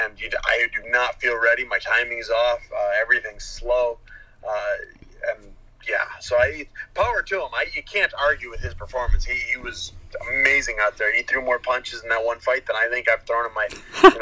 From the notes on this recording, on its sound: Interviews UFC Light Heavyweight over the phone.